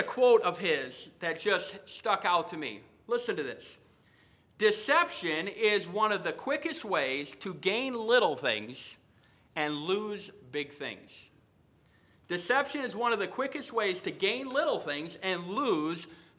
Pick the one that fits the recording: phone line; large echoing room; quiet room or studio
large echoing room